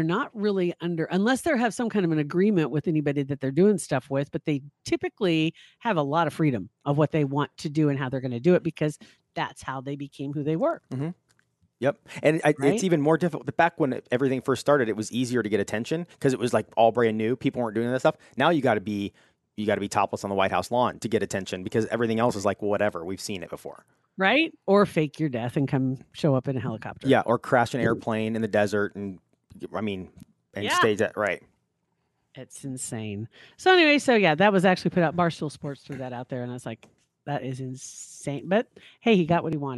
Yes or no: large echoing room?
no